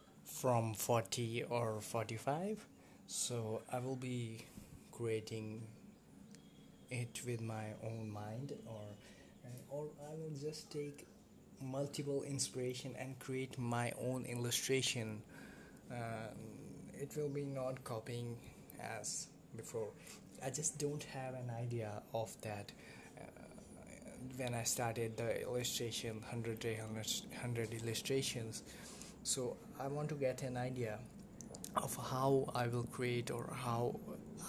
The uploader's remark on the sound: Sorry for the low voice I didn't had a clear idea on what pitch I should talk in the episode because I was using different mic.